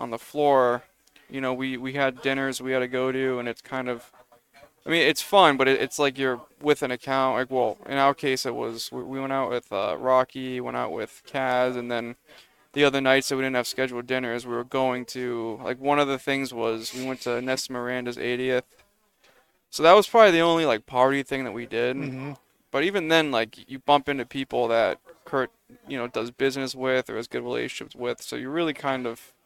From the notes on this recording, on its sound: Recorded live from the 7-20-4 Lounge!